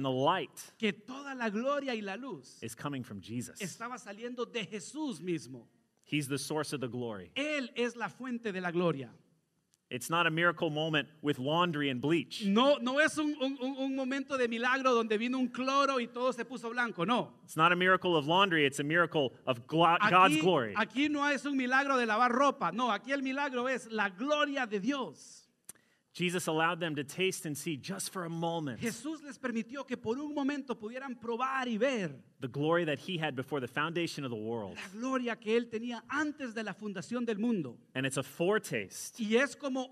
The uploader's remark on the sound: Sermon delivered Sunday, February 14, 2021 (Transfiguration Sunday), at a joint worship service of Christ Church Madison visiting at Lighthouse Church Madison.